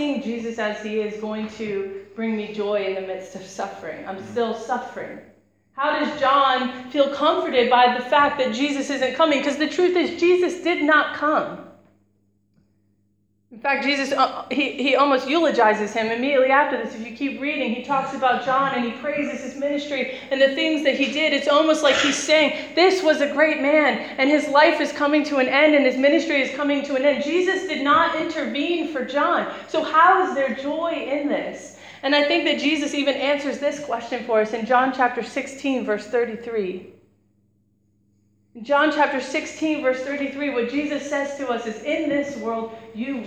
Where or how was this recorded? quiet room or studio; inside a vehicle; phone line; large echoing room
large echoing room